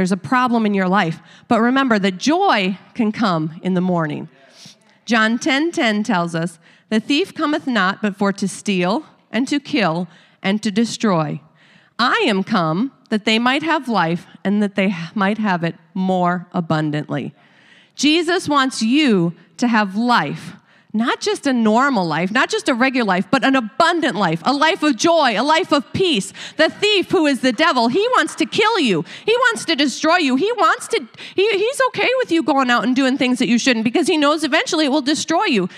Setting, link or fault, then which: setting, large echoing room